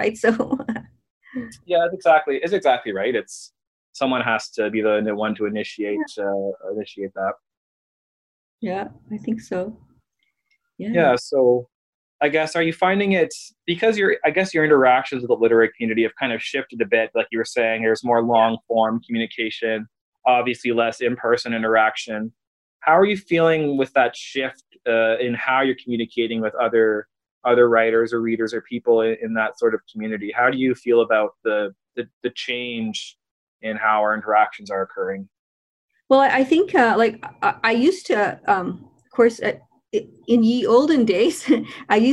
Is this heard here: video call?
yes